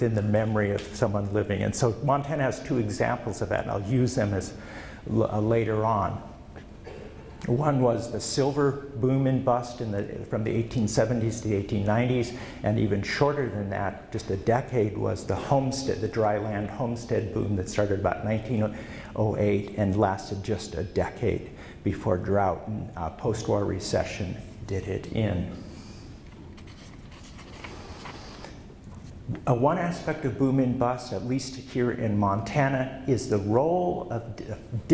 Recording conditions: live audience